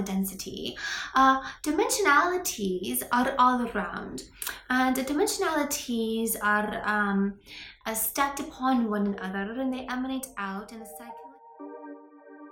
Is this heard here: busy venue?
no